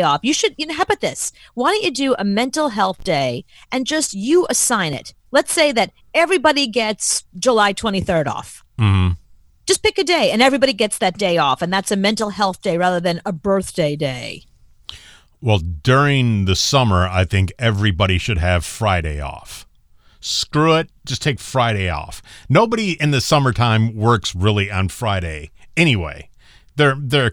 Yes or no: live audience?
no